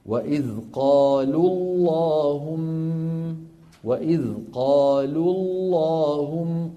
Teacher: وإذ قالوا اللهم، وإذ قالوا اللهم، قالوا آخرها واو ساكنة، اللهم أولها لام ساكنة، والأول من الساكنين الملتقيان حرف مد فيحذف لفظا. وإذ قالوا لل فلا تبقى الواو، إن وقفنا تعود الواو.